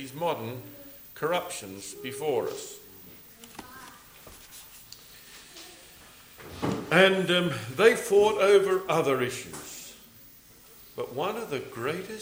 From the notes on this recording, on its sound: recorded at the Gazeley Bible Fellowship meeting, England.